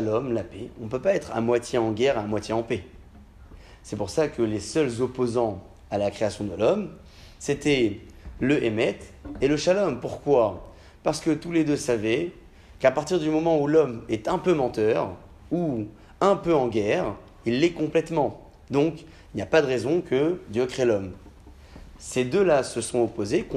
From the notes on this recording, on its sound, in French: Conférence pour les femmes, donnée à Alfortville